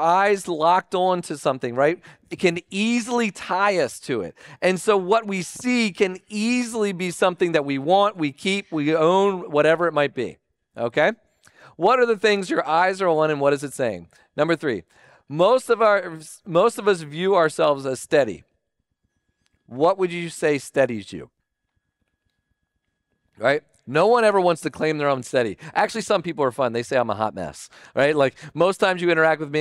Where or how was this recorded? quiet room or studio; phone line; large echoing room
large echoing room